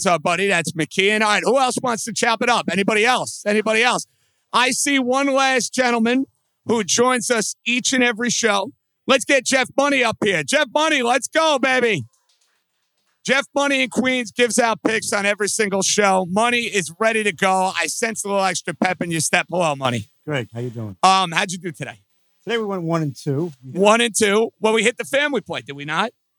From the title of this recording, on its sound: NYNY Live from Katch Astoria